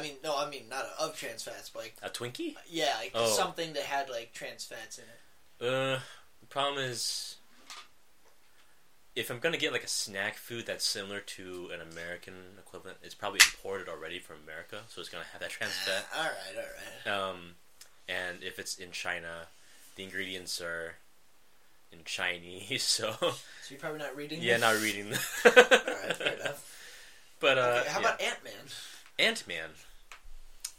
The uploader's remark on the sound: The audio was shit